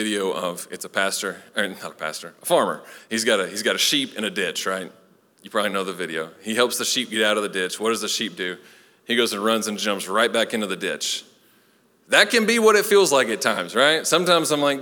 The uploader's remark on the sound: Recorded live at Long Hollow Church.